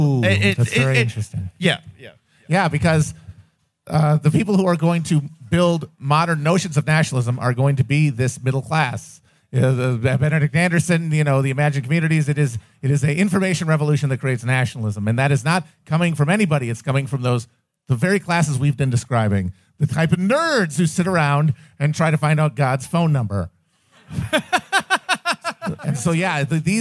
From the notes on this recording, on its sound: Our live show from the Hell on Earth launch party at Littlefield in NYC on 1/20/23.